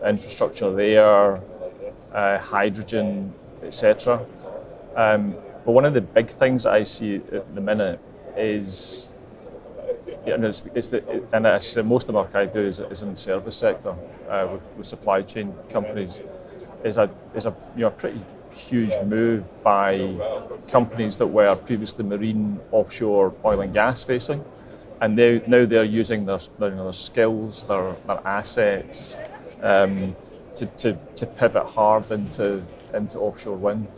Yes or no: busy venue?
yes